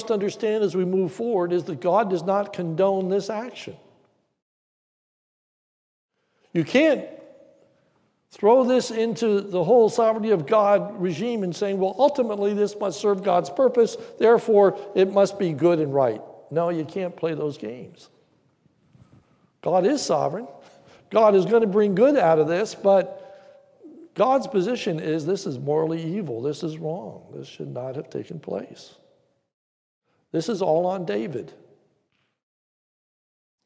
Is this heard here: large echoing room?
yes